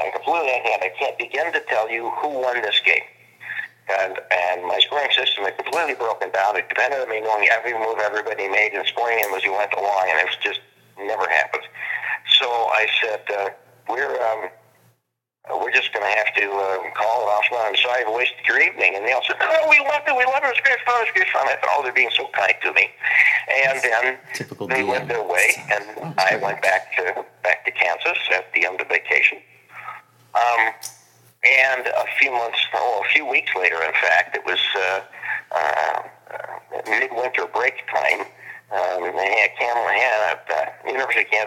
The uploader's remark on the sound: Live from Blackmoor Studios! Was on the phone and we were in an open hallway so the audio is not as great as we would have liked.